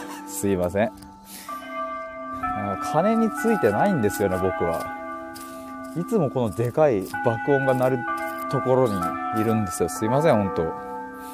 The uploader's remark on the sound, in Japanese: 歩きながら話します。